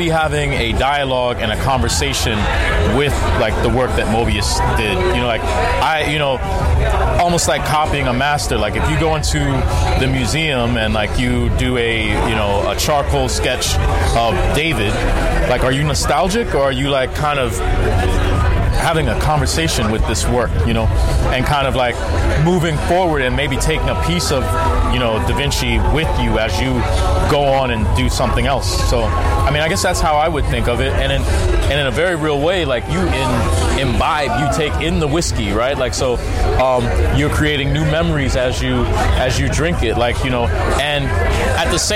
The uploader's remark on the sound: Recording Live at the recent Los Angeles Comic Con